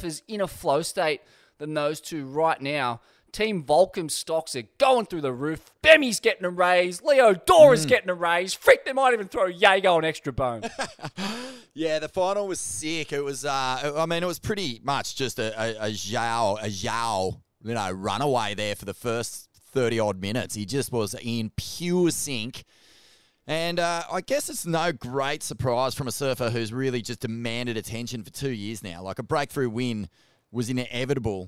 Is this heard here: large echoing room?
no